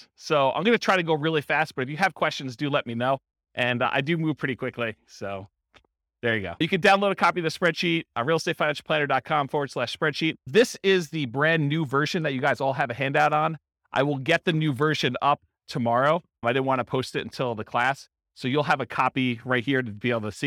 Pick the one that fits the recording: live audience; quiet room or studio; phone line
live audience